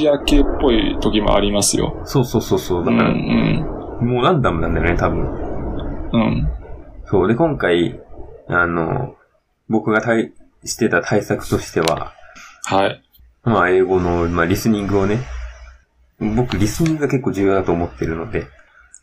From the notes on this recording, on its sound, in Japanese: 落雷サウンドあり。前回に引き続き、豪雨・落雷が鳴り響く中収録しております。